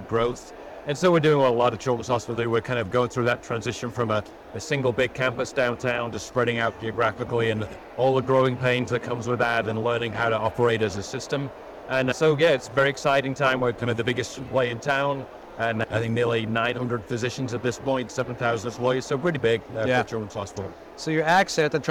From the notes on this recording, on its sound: Interview in Action live from the 2023 CHIME Fall Forum